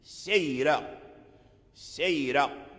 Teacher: على معنى الترقيق. الترقيق هو يعني الترقيق هو التنحيف والتحقير والتصغير، أي أن الراء تصغر فلا تبقى سمينة غليظة · Term: ترقيق الراء